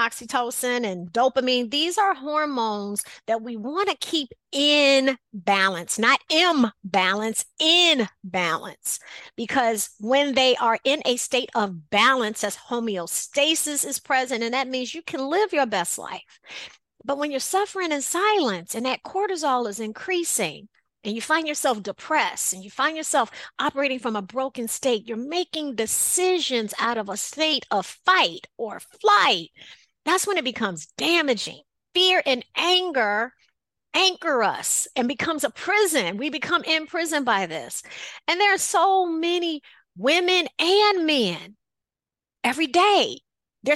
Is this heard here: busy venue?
no